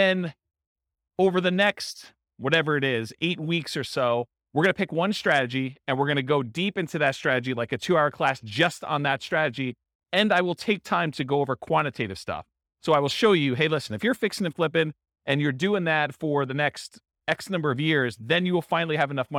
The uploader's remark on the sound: This was a live class recorded to give investors a solid qualitative overview of all the different real estate investing strategies.